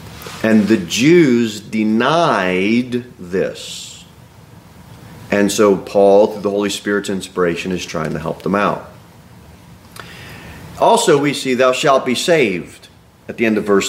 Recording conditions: large echoing room